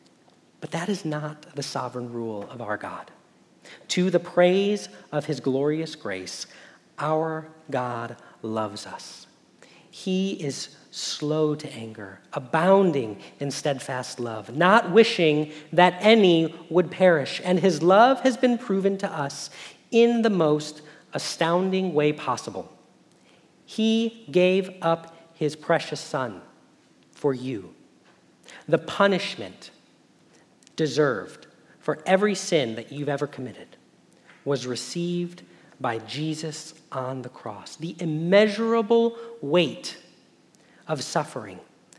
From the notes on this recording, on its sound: Message Preached at Valley Creek Church.